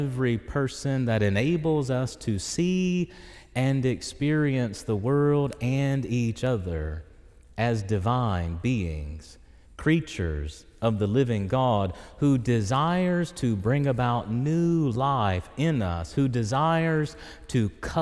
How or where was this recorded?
large echoing room